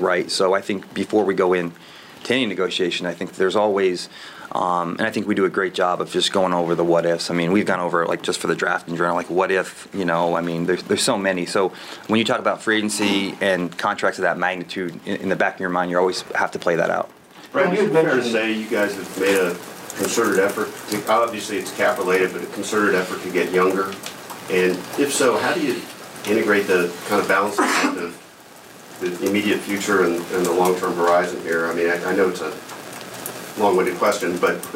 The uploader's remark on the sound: At his annual pre-draft press conference. The entire give and take with reporters.